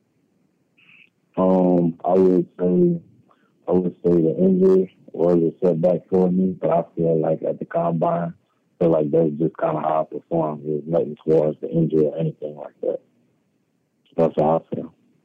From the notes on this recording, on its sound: addresses the media during his conference call